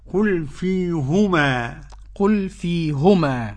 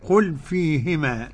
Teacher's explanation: فيهما قرأ يعقوب بضم الهاء هكذا: قل فيهما. قل فيهما. والباقون بكسر الهاء: قل فيهما. بقية القراء.